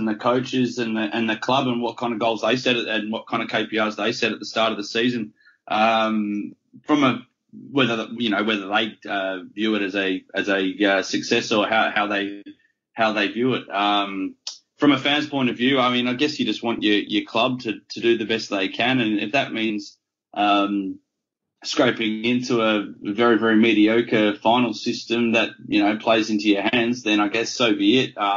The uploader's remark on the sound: Jump on the skype.